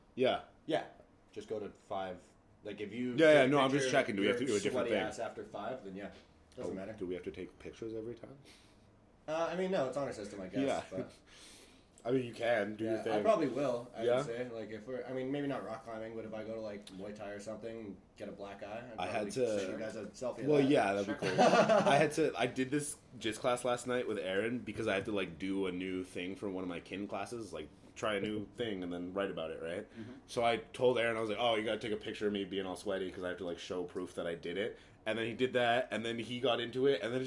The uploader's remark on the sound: Sorry for the yelling, we recorded this while watching the prelims for UFC 244 and got pretty excited.